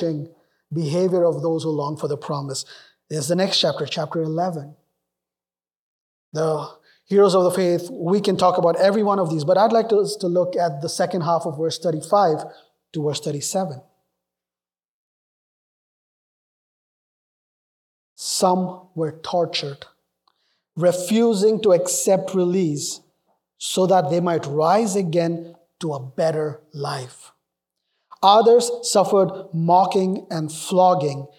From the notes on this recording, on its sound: Northfield Community Church. This sermon was preached.